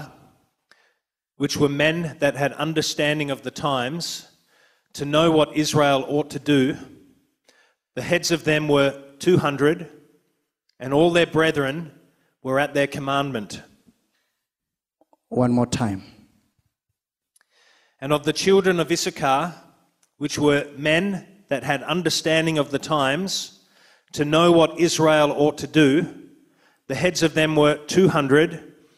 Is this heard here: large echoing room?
yes